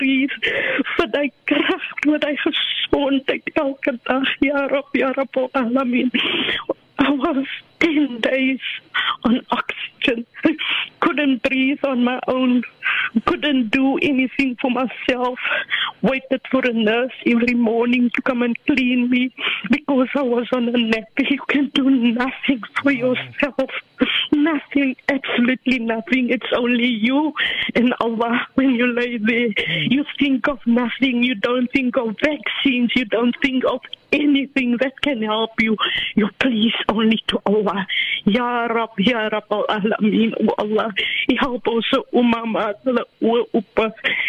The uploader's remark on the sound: Those were the emotional words of a regular VOC listener who called into the show this morning.